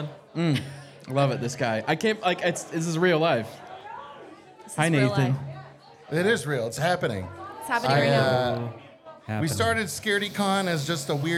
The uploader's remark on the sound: LIVE from Scaredycon at Taproom-120